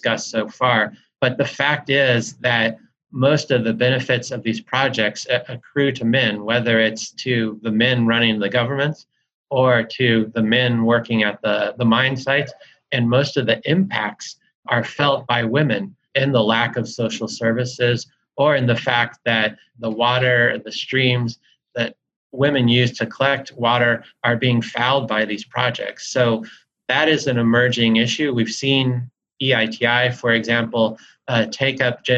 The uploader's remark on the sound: As part of a live webinar hosted in partnership with the Catholic Peacebuilding Network, part of Notre Dame’s Kroc Institute for International Peace Studies.